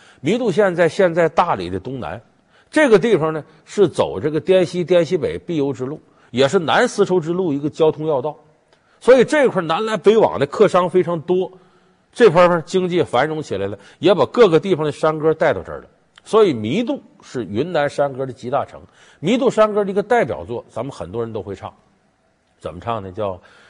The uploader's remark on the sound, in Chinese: 還有聽故事的觀眾